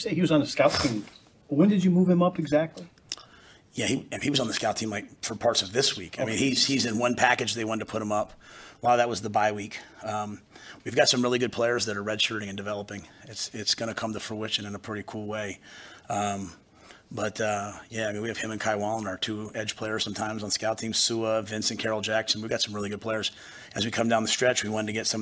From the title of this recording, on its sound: Post Game Press Conference